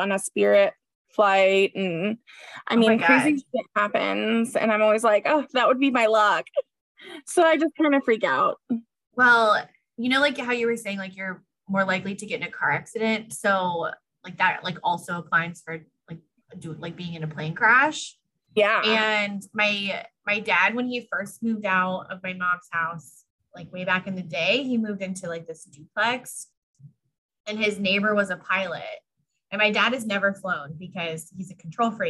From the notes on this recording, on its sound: Do a Zoom call.